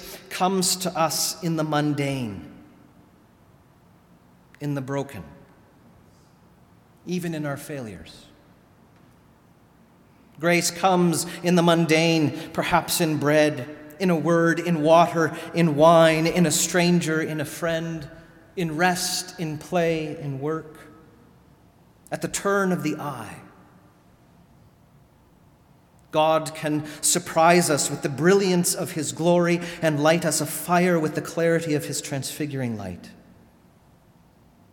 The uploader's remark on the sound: Sermon delivered at All Saints Kingsway